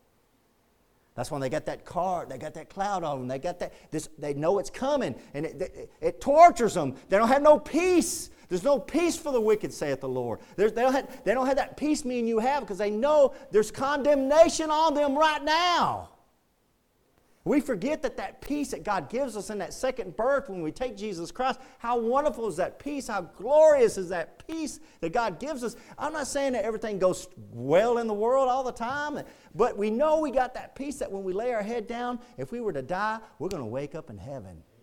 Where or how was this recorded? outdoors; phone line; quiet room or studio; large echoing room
large echoing room